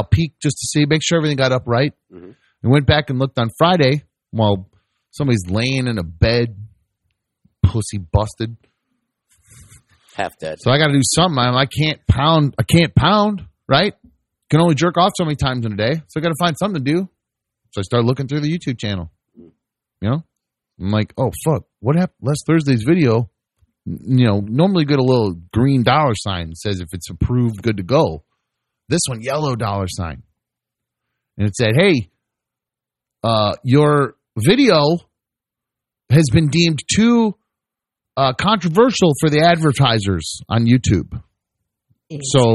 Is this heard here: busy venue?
no